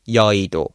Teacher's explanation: people will just simplify it and go straight to E